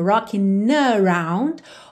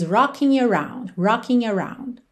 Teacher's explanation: Você tanto pode ligar no som do N mesmo, rocking around, ou fazer nha, nha, como o NH que a gente tem em português